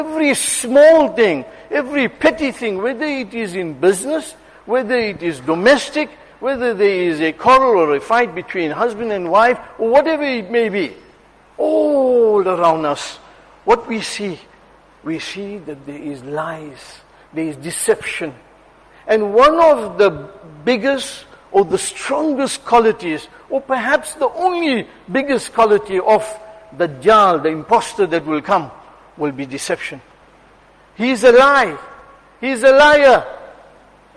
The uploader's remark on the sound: Jumuah lecture at Masjid ur Rahman